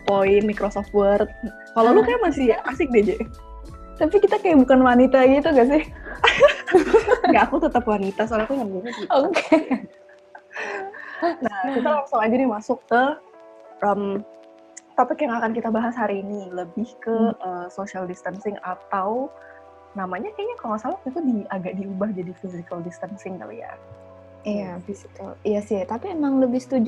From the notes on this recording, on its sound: Perdana record podcast via video conference.